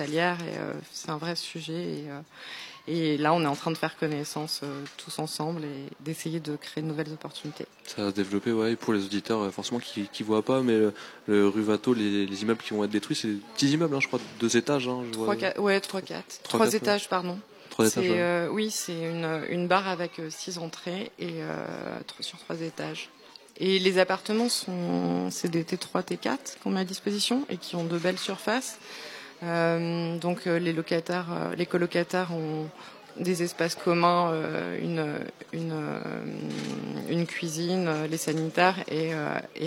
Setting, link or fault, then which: setting, outdoors